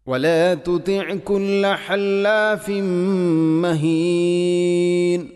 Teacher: തൻവീന് ശേഷം മീം വന്നാൽ ഇദ്ഗാം കാമിലാണ്. തൻവീനിനെ പൂർണ്ണമായിട്ടും മീമിലേക്ക് കൂട്ടി ലയിപ്പിക്കണം.